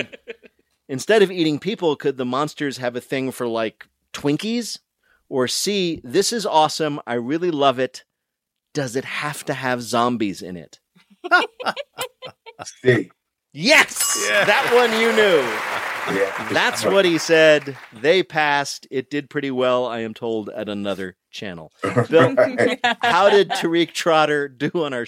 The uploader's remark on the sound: from our live performace in Philadelphia last August